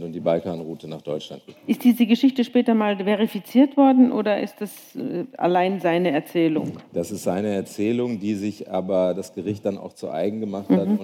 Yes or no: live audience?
yes